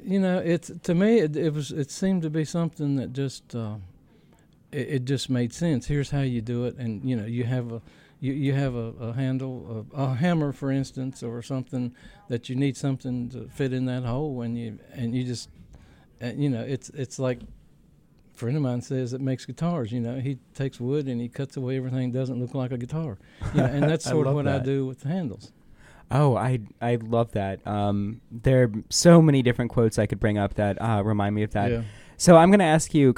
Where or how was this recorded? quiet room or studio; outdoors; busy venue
busy venue